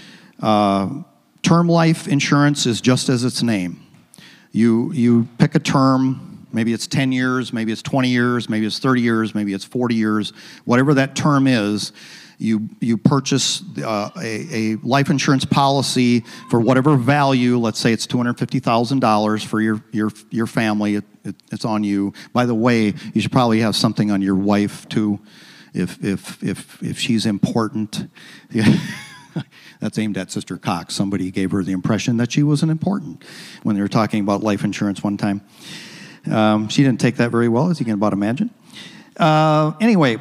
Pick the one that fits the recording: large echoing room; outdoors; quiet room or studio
large echoing room